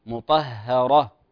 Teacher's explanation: في مطهرة لا نفخم الهاء لأنها سبقتها الطاء مفخمة